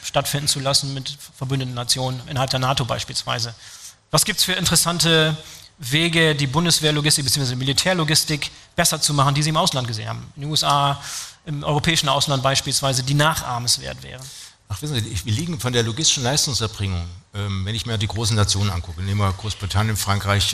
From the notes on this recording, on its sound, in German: Heute senden wir einen BVL Live-Podcast. Auf dem Deutschen Logistik Kongress in Berlin aufgenommen wurde.